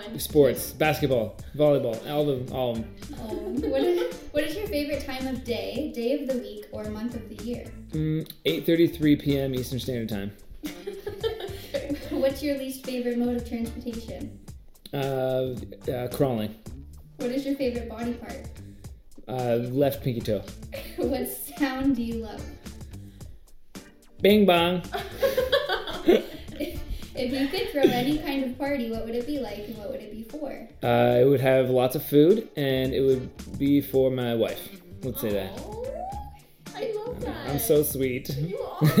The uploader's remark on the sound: Disclaimer: Audio is a bit off.